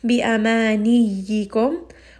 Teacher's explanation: Now it's starting to sound like a jim. So we don't want to give it too much pressure, just a little bit to make that ya with a shadda clear.